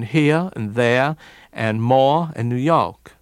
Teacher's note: those R's after vowels dropped in different ways